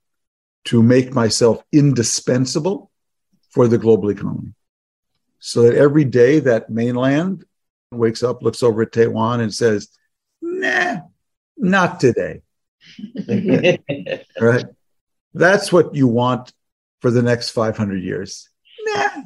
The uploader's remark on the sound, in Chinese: 本集節目內容取自遠見雜誌團隊線上專訪錄音